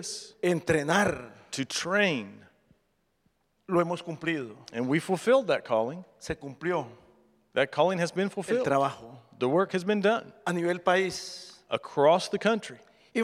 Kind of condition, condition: setting, large echoing room